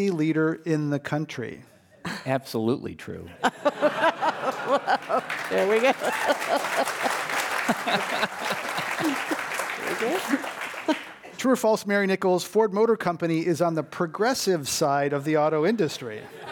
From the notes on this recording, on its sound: This program was recorded in front of a live audience at The Commonwealth Club in San Francisco on January 31st, 2019.